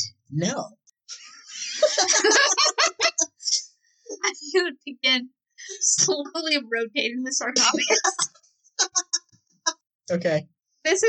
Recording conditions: poor sound quality